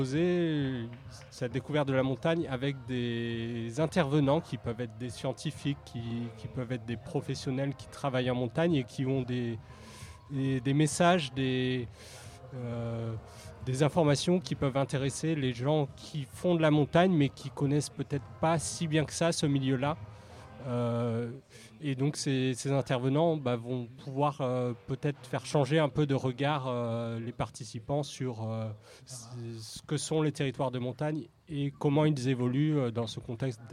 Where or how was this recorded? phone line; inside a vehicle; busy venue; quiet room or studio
busy venue